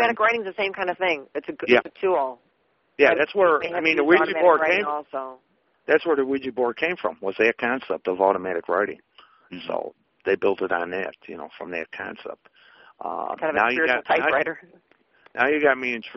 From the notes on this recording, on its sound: Open Phone Lines. We take calls from you the listeners about the Paranormal, Spirits and more.